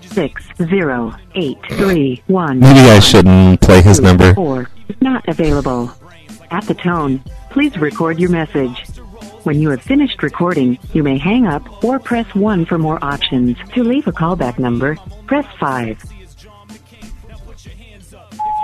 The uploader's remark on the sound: Prank Phone Calls Collection